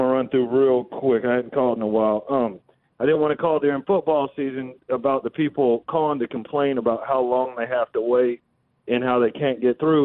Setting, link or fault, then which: link, phone line